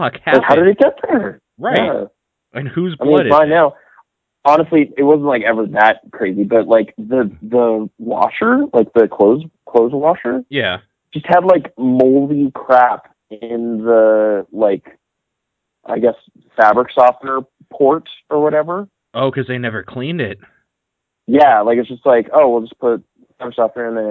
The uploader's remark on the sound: The whole podcast is recorded old school over THE PHONE! Where most podcasts might call this a lack of sound quality. We apologize if it’s hard to listen to because of this.